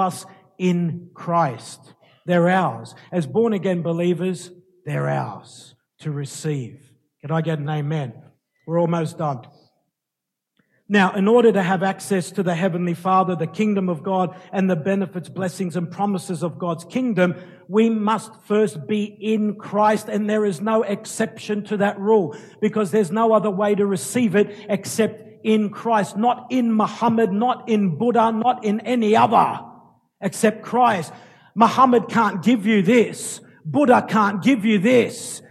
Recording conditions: large echoing room